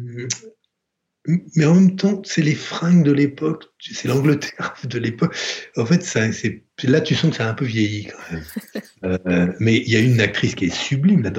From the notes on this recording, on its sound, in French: Depuis sa masure dans l’sud-ouest, reçoit sur Skype celles et ceux qui se sont déjà assis·es sur le velours de son canap’. Cet épisode a été enregistré en confinement.